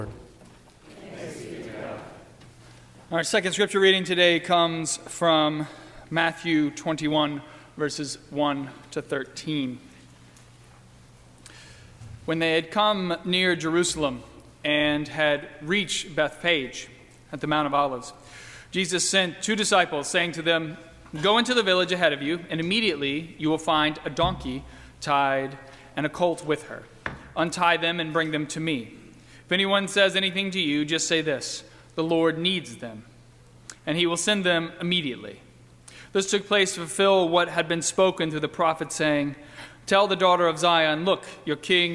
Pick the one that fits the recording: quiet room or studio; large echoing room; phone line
large echoing room